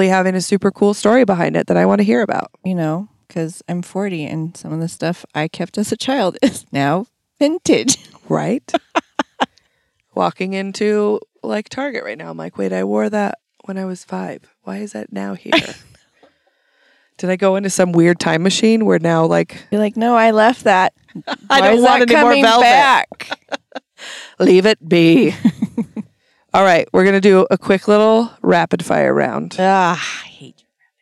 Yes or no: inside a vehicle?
yes